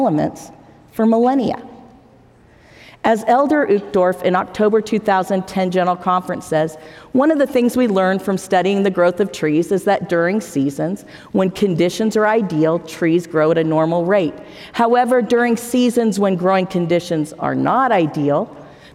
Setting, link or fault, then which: setting, live audience